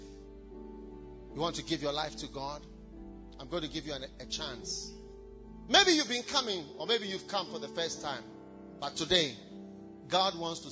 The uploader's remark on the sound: Preached at First Love Church, Legon